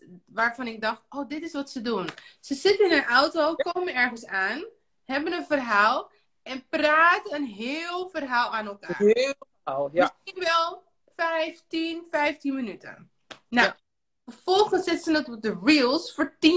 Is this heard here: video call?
yes